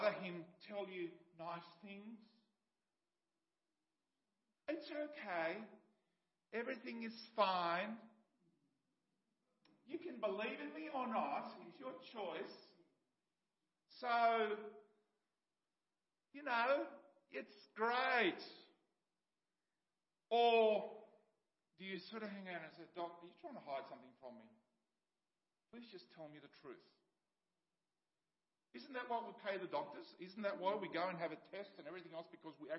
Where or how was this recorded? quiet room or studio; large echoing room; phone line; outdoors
large echoing room